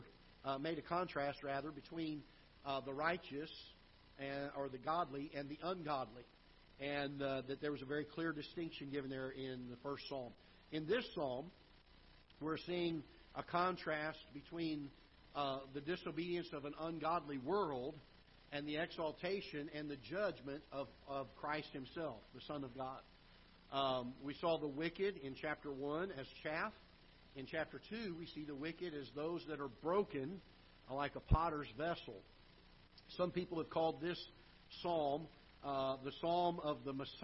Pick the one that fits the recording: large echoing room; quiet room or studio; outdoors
large echoing room